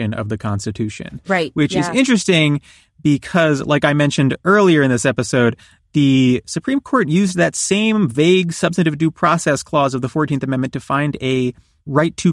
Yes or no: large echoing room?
no